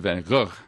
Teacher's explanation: in northern Holland, it's sort of a hard G.